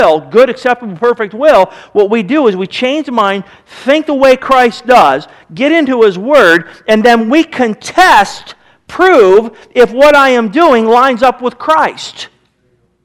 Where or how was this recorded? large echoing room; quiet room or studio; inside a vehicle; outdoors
large echoing room